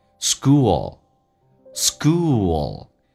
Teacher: ool,嘴巴凸出来长元音，然后在舌尖抬起来靠向你的上齿音